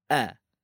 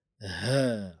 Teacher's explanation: Hamzah bunyi a tidak bernafas, ha bunyi dia bernafas, sama tempat makhraj.